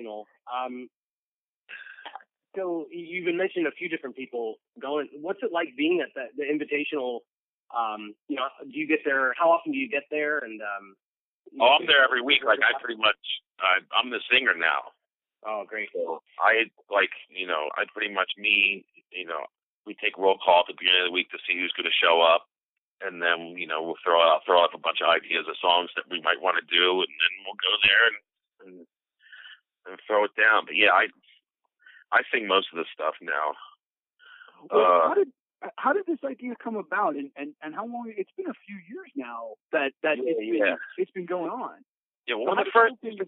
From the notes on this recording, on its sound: spending some time on the phone